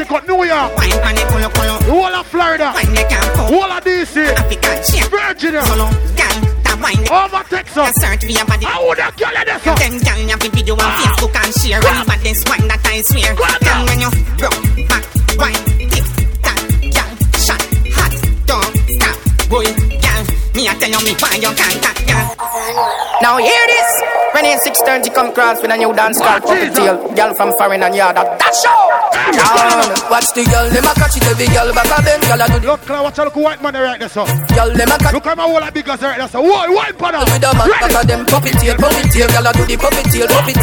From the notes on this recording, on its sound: The live party audio from the Fete Fridays 1yr anniversary